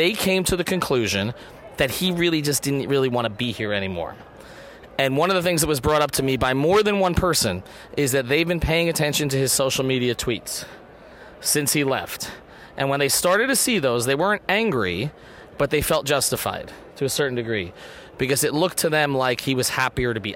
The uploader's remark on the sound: Hop on the mic live from NBA All-Star Weekend in Chicago.